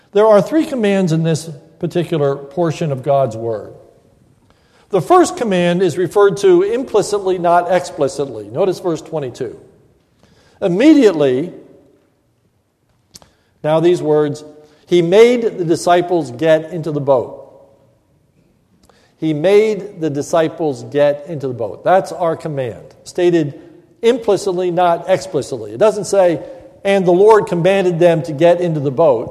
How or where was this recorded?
large echoing room